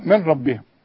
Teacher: اشبك لي الميم مع الراء والغي النون تماما من النطق · Term: ادغام كامل بدون غنة